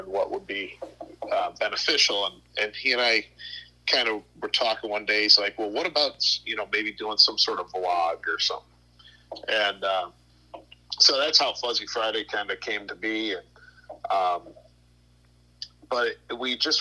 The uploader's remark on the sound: burnt the phones lines down